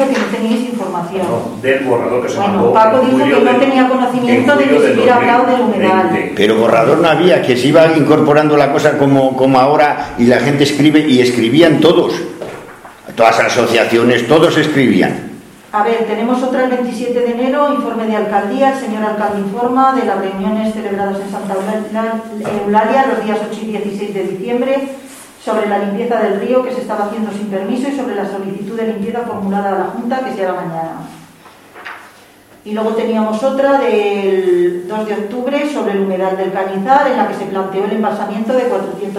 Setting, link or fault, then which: setting, large echoing room